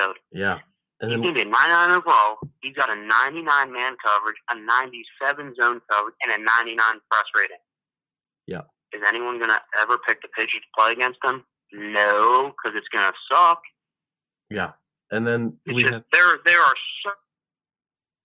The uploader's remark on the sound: joins us on the phone for the second segment